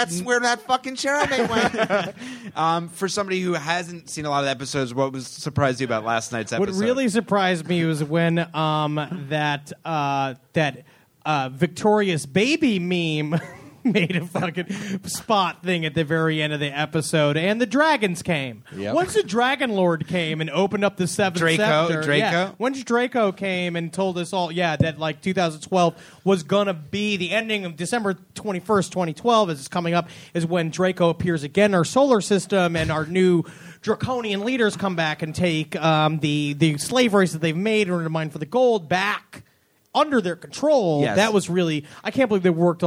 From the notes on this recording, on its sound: live on stage at The UCBEast Theatre.